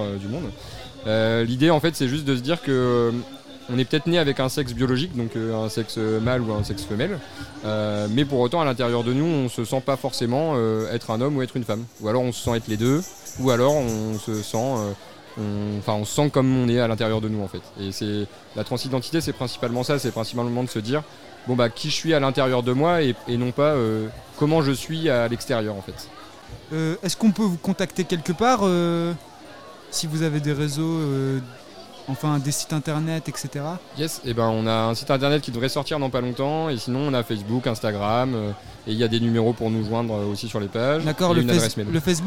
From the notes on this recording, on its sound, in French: L'équipe de Kolectiv' s'est rendue au festival Toc 3 à Alençon afin d'Interviewer les différentes associations présentes sur le site.